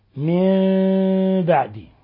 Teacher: نون ساكنة جاء بعد حرف الباء الحكم التجويدي إقلاب، حيث قلبت النون الساكنة ميما مخفاة عند الباء